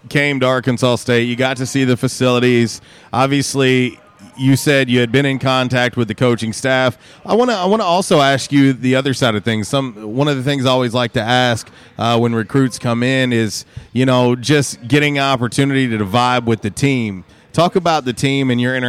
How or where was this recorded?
busy venue